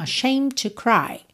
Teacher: Aqui você corta ashamed já na letra M, tá? Imagina que essa palavra é ashamed, termina no M.